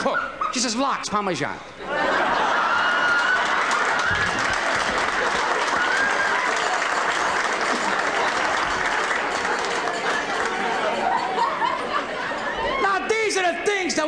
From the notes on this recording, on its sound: Selected cuts from the album originally recorded at Carnegie Hall in New York. The live audience's laughter can seem shrill at times.